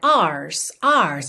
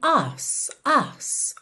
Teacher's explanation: É, essa expressão, to dance your ass off, ass aqui é uma palavra do inglês britânico, que é A-R-S-E. Como eles não costumam enrolar o R, você não tem tanto aquela pronúncia ars, ars, e sim ass, ass · Shown in: second take